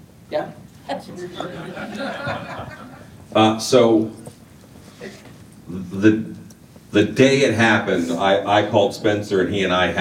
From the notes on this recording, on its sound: This Q&A session was recorded live at Transworld immediately following the 2022 State of the Industry Presentation. Take questions from the audience.